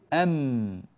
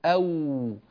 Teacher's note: فكلاهما يخرج من نفس المكان، الشفتين بانطباق الميم مع الواو